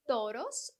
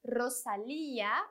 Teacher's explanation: o R tem sempre uma vibração, que pode ser fraca, como na palavra toros, ou mais forte, como na palavra Rosalía